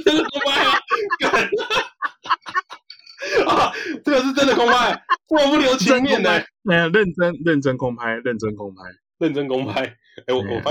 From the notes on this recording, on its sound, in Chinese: 本集採用遠端錄音，不出所料音質果然往失去控制的方向發展